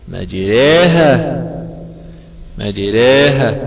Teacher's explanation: الألف الممالة هي الألف بين الألف والياء، لا هي ألف خالصة ولا هي ياء خالصة، وإنما هي ألف قربت من لفظ الياء لعلل أوجبت ذلك، فهي متولدة من الألف المحضة والياء المحضة.